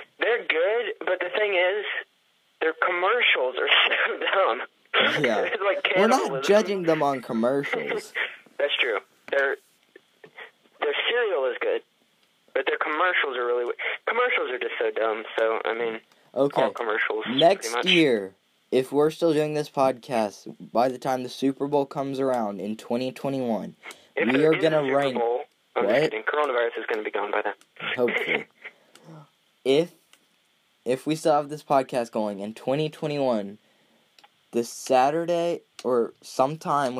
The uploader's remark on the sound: Via telephone.